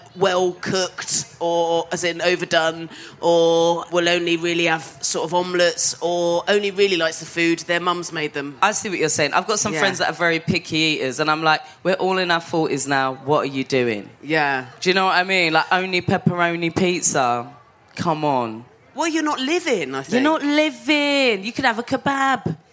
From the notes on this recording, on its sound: Live at Latitude. Recorded LIVE FROM LATITUDE FESTIVAL 2023.